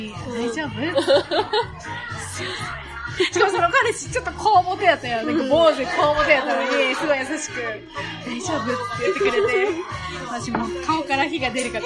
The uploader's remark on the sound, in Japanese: 中盤からカフェのBGMが大きくなってしまい、お聞き苦しい部分もあるかと思います。